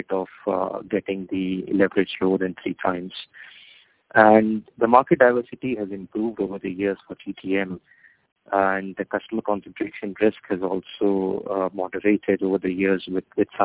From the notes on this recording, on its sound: Teleconference Replay. By Fitch Ratings.